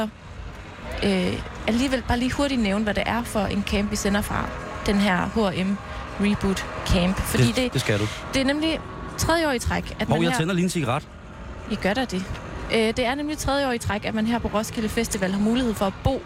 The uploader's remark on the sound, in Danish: Live fra Roskilde.